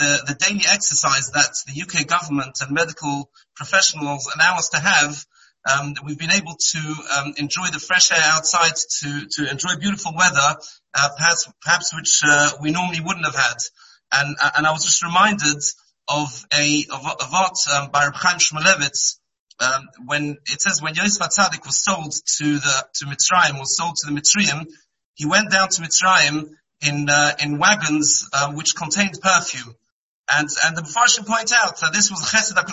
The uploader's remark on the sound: Shiur given on Monday Chol Hamoed over Zoom.